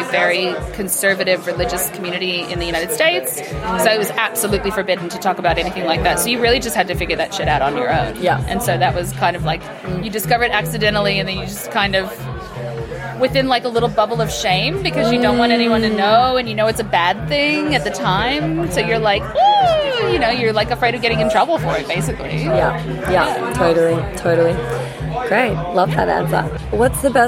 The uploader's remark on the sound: Interviews with festival goers of Comfort Creek festival where I set up a LIVE interactive version of The Labia Lounge for the first time ever! Along with various passers by that came to check out what this big velvet p*ssy couch was all about.